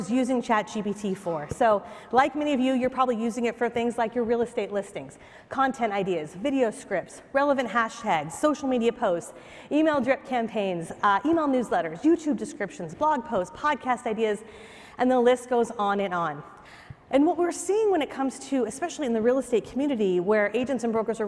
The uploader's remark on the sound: takes the stage at Inman Connect Vegas 2023 (#ICLV)